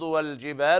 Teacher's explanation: اللام هنا لام مظهرة حكمها الإظهار القمري